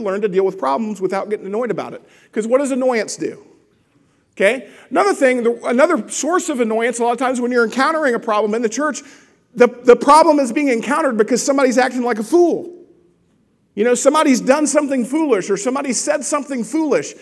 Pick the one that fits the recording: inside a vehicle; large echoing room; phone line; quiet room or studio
large echoing room